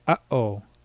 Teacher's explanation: Now, another consonant sound in Na'vi that does exist in English but is never actively presented is what's called a glottal stop. This is a forced closing off of your vocal cords in the middle of speaking. Now, you can find this at the start of many English words, but the more obvious presence is in the middle of uh-oh.